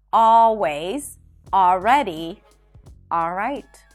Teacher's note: you don't have to pronounce the L in the words always, all right, and already.